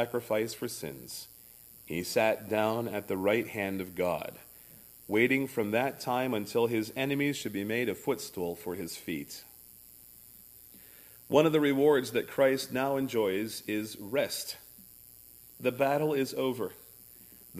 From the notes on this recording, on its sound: services recorded at Thornville Baptist Church